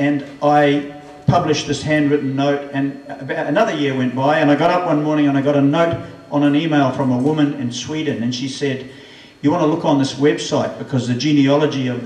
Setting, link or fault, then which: setting, busy venue